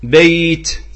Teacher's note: بيت ساكنة، ياء ساكنة، ما قبل الياء الذي هو الباء مفتوح، إذن هذا يسمى مد، مد لين